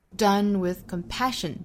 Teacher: with 这个词要做虚词的弱读